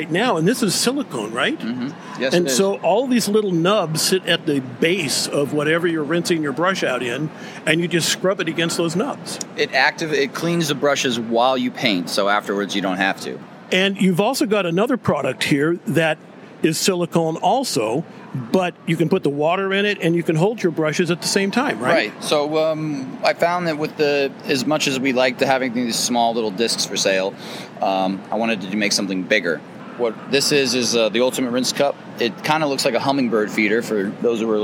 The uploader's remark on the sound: NAMTA Trade Show Part 1. We are on the trade show floor of the 2023 National Art Materials Trade Association convention.